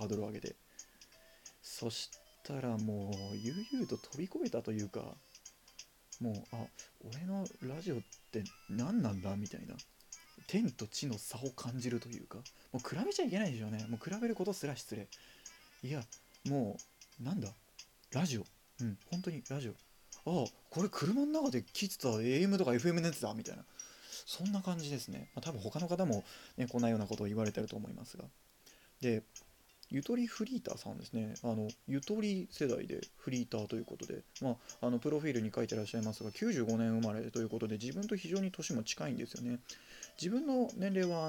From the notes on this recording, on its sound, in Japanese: From Radiotalk。マイク感度が低く音が小さいです。音量を上げてお楽しみください。